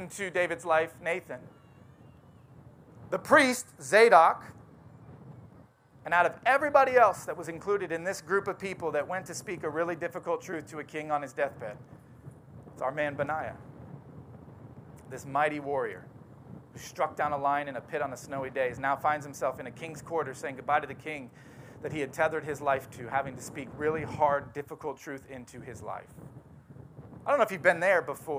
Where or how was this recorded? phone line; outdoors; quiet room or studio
outdoors